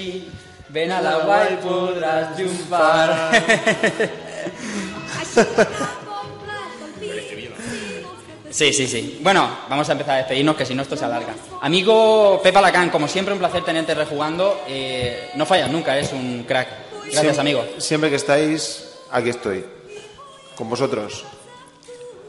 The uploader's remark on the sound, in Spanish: Directo RetroAlicante. Hemos estado grabando en directo en Retroconsolas en la universidad de Alicante.